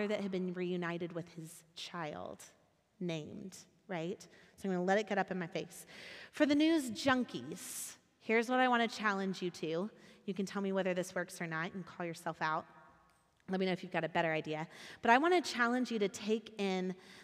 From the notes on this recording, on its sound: Recorded at our Sunday gathering on February 27th, 2023 in Port Orchard WA.